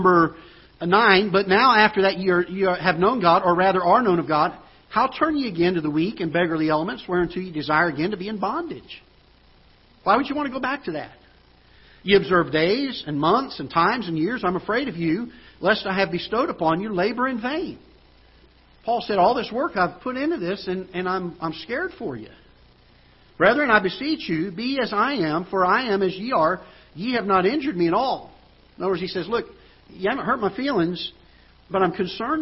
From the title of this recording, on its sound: Ketha Heights Baptist Church ~ Live Broadcast